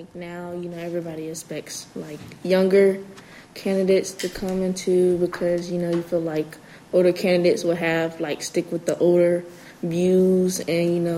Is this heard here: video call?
no